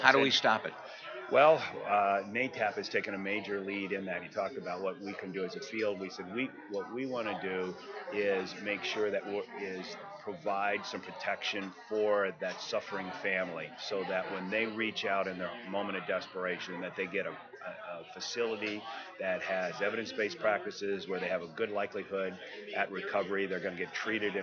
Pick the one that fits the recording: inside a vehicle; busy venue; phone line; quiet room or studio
busy venue